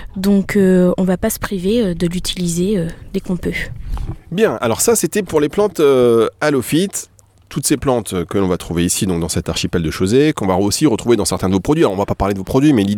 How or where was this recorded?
outdoors